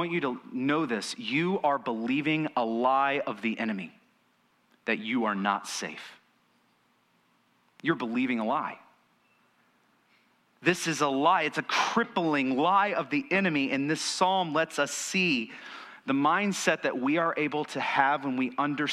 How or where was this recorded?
large echoing room